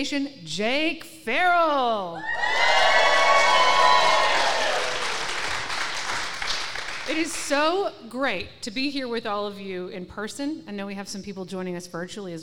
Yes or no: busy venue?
yes